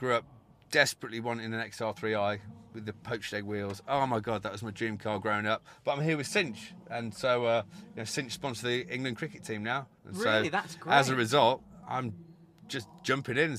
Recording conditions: busy venue